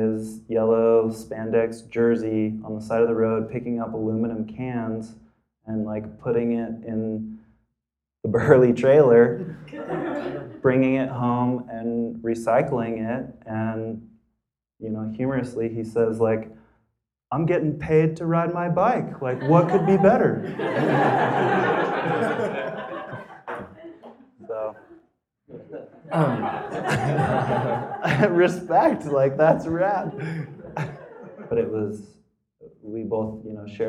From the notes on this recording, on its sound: Live from 5Point in April at the 5Point Film Festival. Our second installment from the third annual Live from 5Point in April at the 5Point Film Festival.